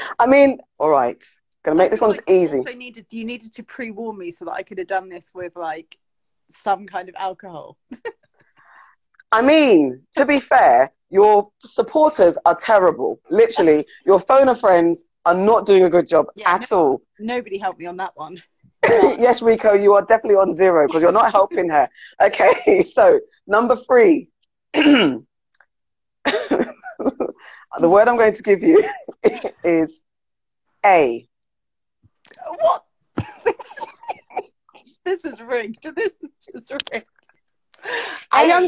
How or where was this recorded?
video call